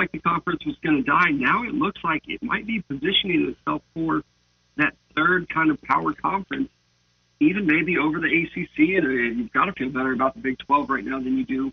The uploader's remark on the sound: Legendary station callers, call